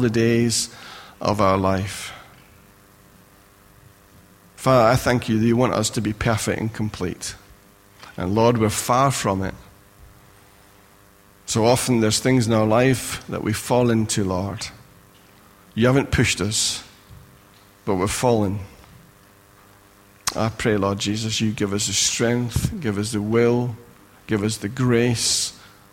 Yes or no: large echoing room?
yes